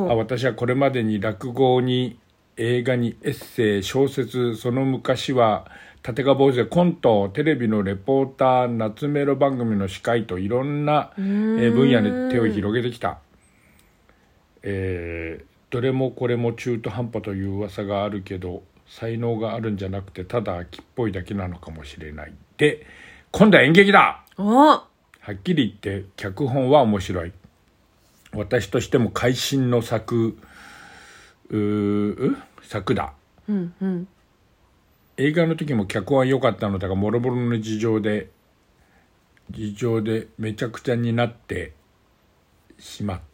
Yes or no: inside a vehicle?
no